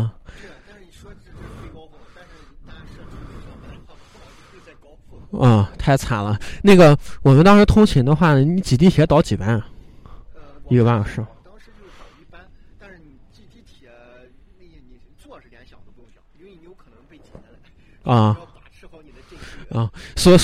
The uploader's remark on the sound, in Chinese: 在北方初冬的晚上，被迫吹着冷风在一个天台录音。录音地点：红尚坊二楼天台。